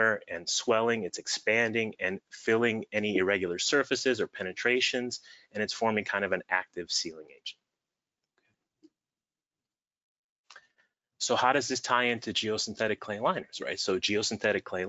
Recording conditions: video call